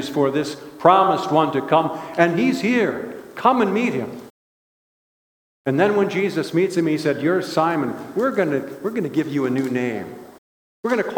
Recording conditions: large echoing room